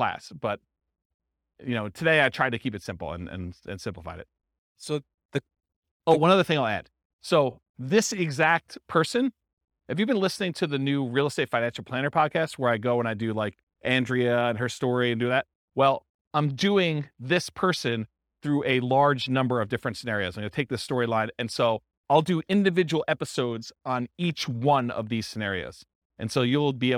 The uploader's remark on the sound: This was a live class recorded